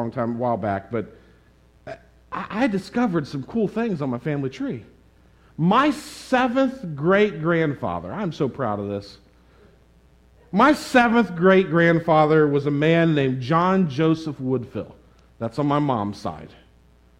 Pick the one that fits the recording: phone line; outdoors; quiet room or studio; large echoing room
large echoing room